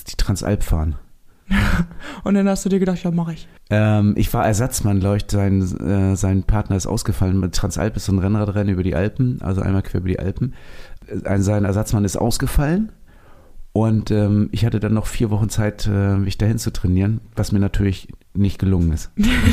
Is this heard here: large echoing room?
no